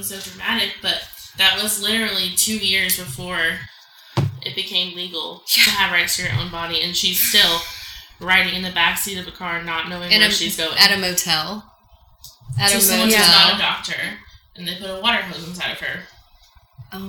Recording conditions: poor sound quality